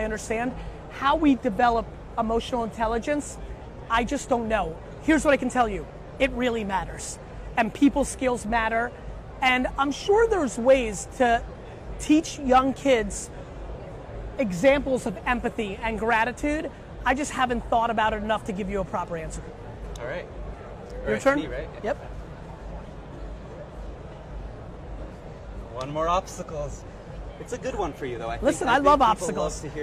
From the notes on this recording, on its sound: live interview style chat with CNBC while at the RISE Conference in Hong Kong